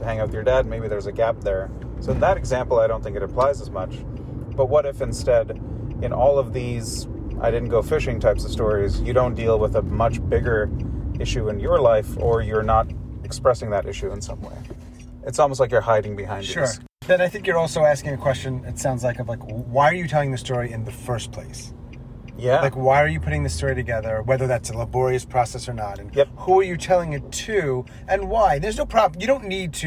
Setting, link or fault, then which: setting, inside a vehicle